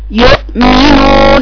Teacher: لما اجي اقرأ الحرف الثالث الشديد هقول يؤمنون اسرع، يبقى الزمن فيه أسرع